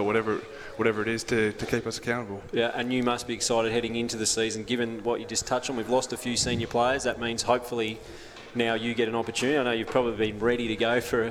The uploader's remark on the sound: live from Hobart Kia